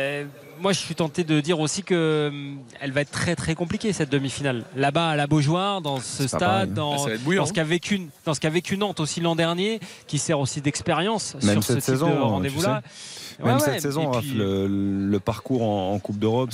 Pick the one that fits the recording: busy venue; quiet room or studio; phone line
busy venue